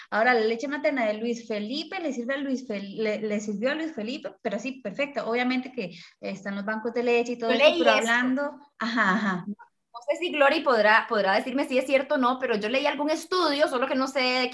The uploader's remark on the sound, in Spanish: nos pusimos a conversar vía Zoom